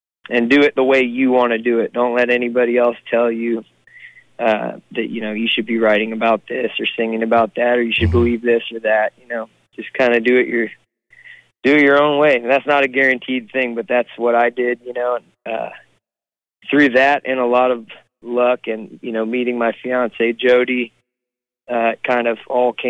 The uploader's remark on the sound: on the phone, from the road